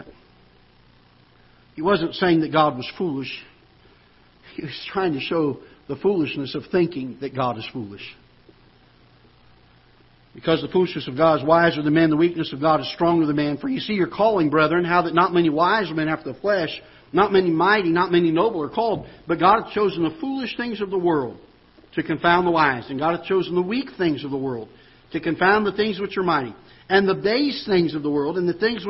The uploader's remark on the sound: Ketha Heights Baptist Church ~ Live Broadcast